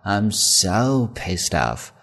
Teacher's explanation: 你需要把 so 去强调一下，拖长，读的高一些